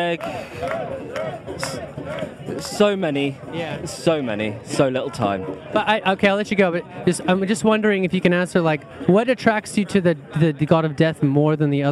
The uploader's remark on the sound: Live at Stonehenge. Recorded with my mobile podcasting setup directly from STONEHENGE!